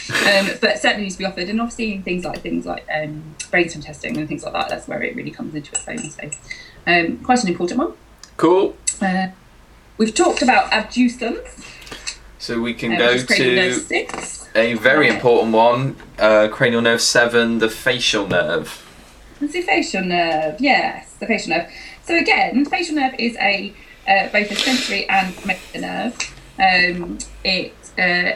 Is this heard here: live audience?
no